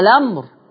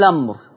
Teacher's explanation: لما نبدأ بيها أقصد لما نبدأ بيها يا أنطق همزة الوصل أقول الأمر أو أشيل همزة الوصل وأبدأ باللام أقول لمر